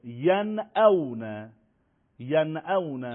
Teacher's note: هرگاه نون ساکن یا تنوین قبل از حروف ششگانه حلقی قرار بگیره، نون به صورت طبیعی و اصلی بدون هیچ دخل و تصرف از مخرجش تلفظ میشه، که به این میگن اظهار.